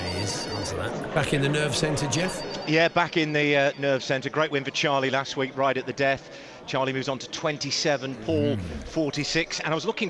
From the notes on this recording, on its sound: Live from Royal Ascot.